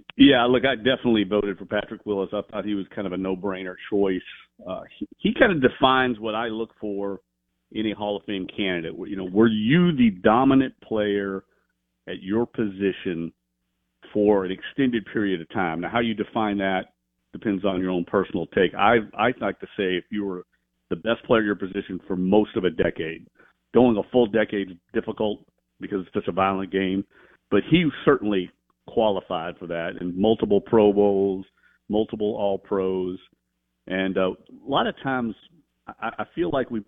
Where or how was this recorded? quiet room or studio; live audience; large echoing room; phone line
phone line